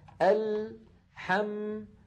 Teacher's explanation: لاحظوا اللام ساكنة، حم الميم ساكنة، فزمن اللام وزمن الميم واحد